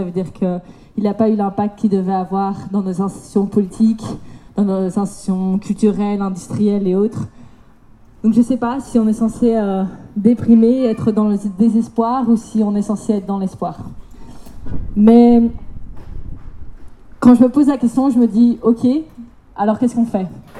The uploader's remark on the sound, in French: Que nous avons enregistrés lors de la manifestation devant la Commission européenne.